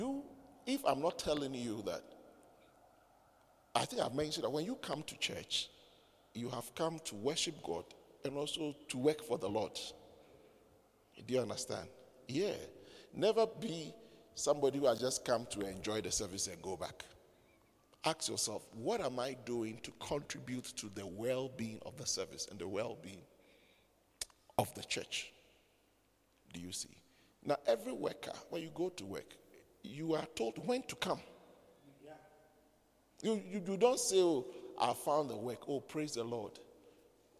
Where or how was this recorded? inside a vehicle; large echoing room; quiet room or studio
large echoing room